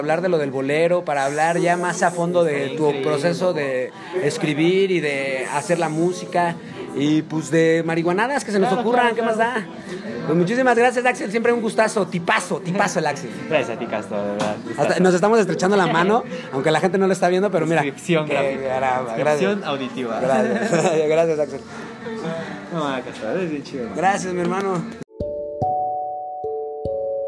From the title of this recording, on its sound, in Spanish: En Vivo En el Bazar Cannábico en Capitán Gallo